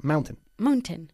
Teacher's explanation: La última sílaba es muy corta.